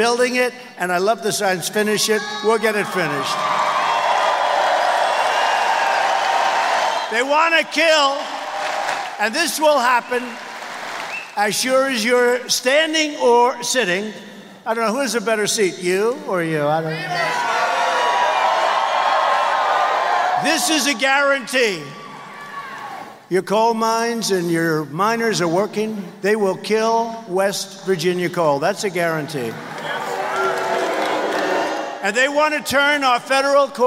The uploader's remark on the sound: Campaign Rally in Wheeling, West Virginia